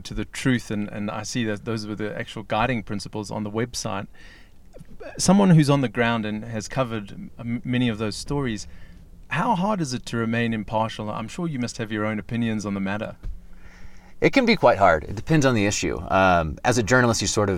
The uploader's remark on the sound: On the Lions Lair Spur Trail Head in Boulder Colorado with the intention of interviewing him out in nature but it was so windy that we ended up having a sauna-like and somewhat noisy interview in the car!